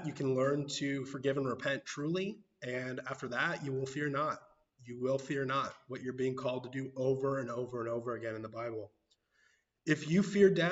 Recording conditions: large echoing room